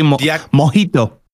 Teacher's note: They pronounce the J kind of silently, kind of like a H. They say mojito.